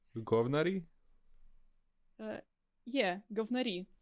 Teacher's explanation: The stress is on the last syllable.